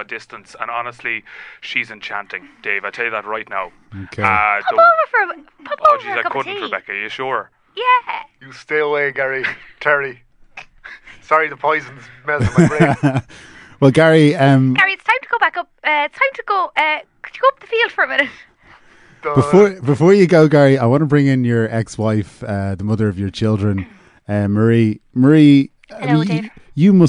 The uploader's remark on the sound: joined on the phone